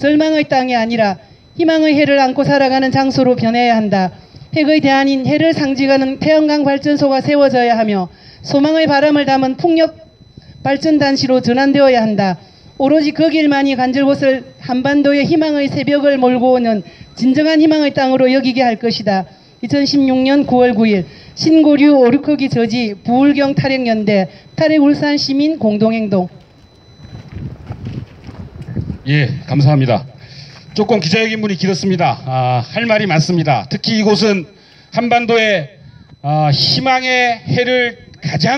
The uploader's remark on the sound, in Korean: 집회와 기자회견 시민 인터뷰들 현장의 소리를 전합니다. 지난 9월 9일 핵발전소 반대 기자회견 및 퍼포먼스의 현장의 소리를 전합니다.